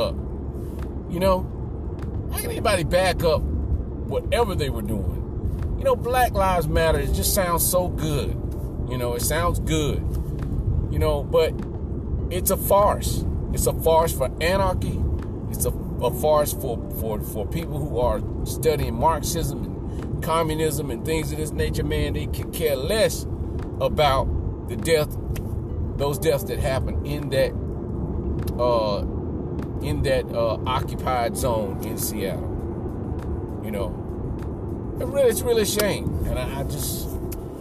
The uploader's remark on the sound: Podcasting from my car for the first time.